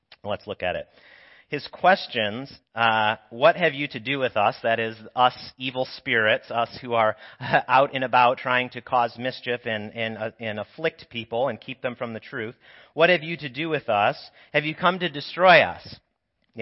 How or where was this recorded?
large echoing room